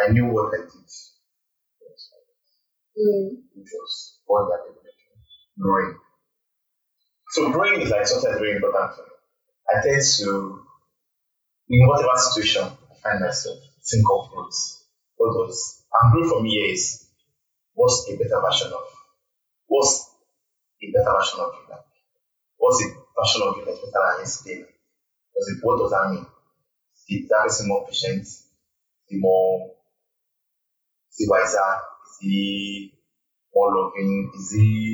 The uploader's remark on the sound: This audio is not in the best form.